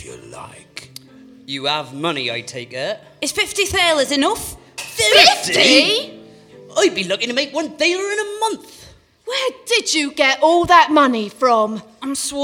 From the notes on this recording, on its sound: Performed live as part of A Very Grimm Christmas. Not for the faint of heart, some of the audience fainted.